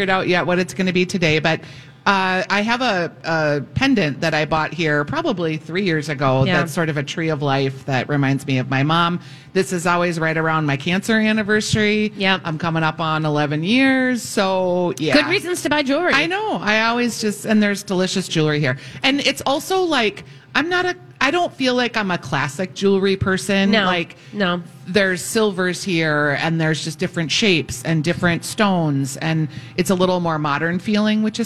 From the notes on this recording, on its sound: Live at Max's Fine Artisan Jewelry for a Valentine's Day special!